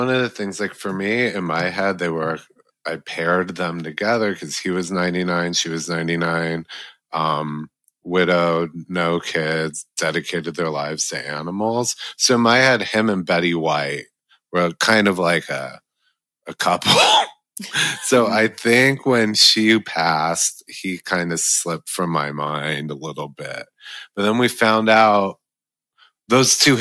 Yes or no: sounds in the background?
no